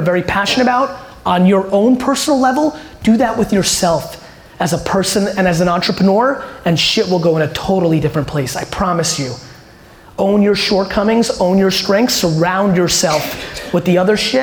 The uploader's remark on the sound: this keynote I did in San Francisco at Draper University